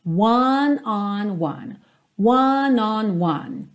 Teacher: começa fechadinho, depois aberto, depois fechadinho de novo